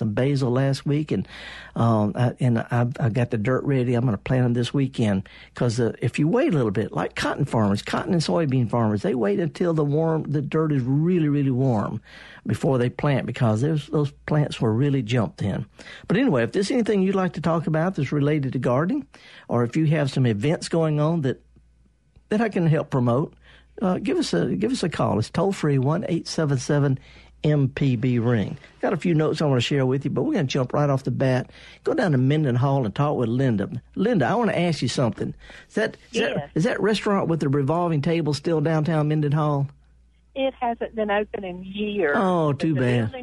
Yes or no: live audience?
no